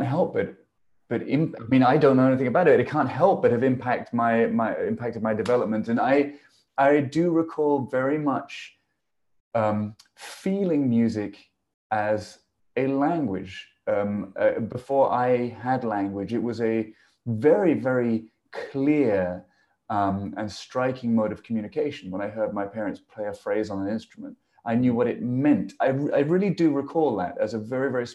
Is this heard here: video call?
yes